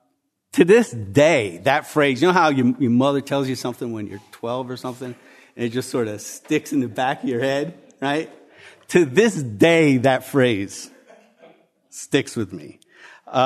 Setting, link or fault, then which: setting, live audience